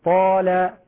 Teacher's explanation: فإن في الألف في حال التفخيم صوت يقربها من الواو، كما أن في الألف المرققة صوت يقربها من الياء، أو يخالط صوتها تفخيم يقربها من الواو، كما أن في الألف الممالة ترقيق يقربها من الياء، كما في مثل طال. ويتنبه عند تفخيم الألف ألا تكون شبيهة بالواو، يعني لا أقول مثلا طال هذا خطأ، طال هذا خطأ، التفخيم لا يظهر أثره على الشفتين. · Term: الألف المفخمة